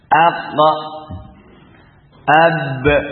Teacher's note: goncangan dari suara huruf yang disukun pada makhrajnya · Term: qalqalah